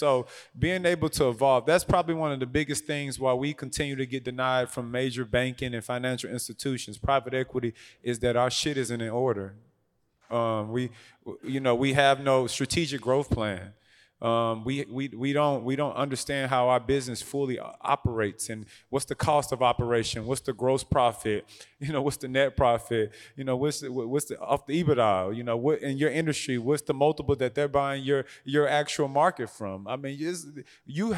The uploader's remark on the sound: Audio/Video Captured at the Event by Encore. Live on location in Houston, TX at second annual Truck N' Hustle FreightFest.